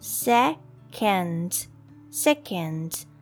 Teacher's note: The O here pronounced as uh, uh. So C-O-N pronounced as can, can.